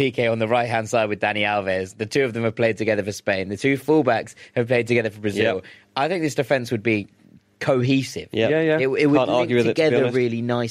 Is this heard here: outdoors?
no